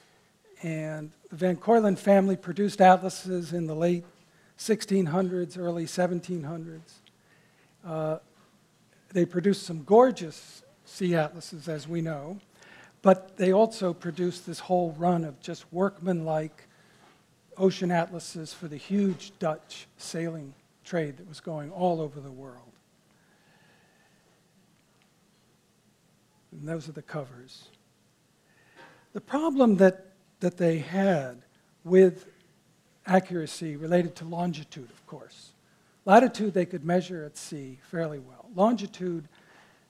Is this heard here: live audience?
yes